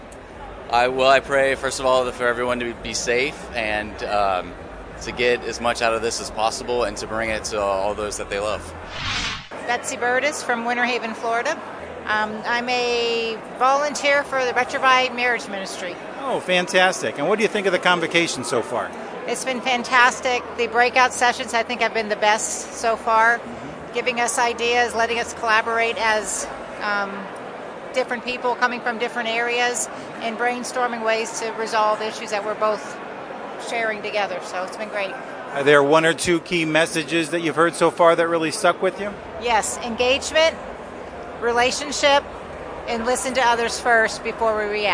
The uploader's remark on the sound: It was exciting to hear the hopes and expectations of those who traveled to this unprecedented event. Becomes the “man on the street” who approaches participants with a microphone in hand.